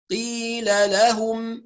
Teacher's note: كمان هنا قيل قيل هكذا بدون نفس، ولا نقول قي قي، لا نخرج هواء، قي قي، يبقى نحبس الهواء لان القاف مجهورة، قيل لهم هكذا.